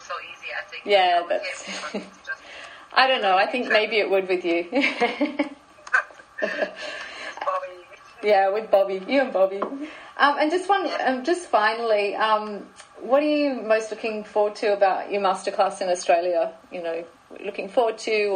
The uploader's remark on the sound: I wasn’t 100% sure to put this one up as a podcast or not because the quality isn’t great. It was done on Skype, which is not my favourite form of interviewing.